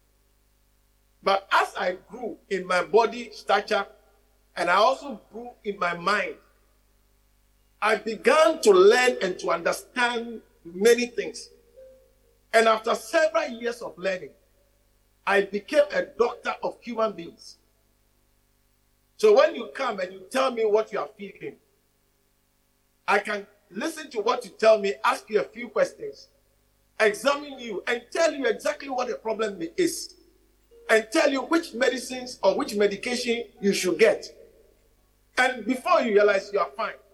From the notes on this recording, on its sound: message preached at the Living Waters Cathedral